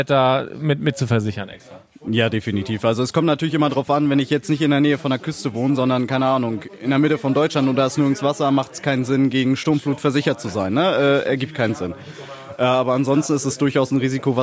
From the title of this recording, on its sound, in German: Live aus dem LEGO Lädchen!